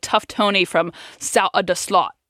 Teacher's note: dropping the th at the end of south, so it sounds more like sout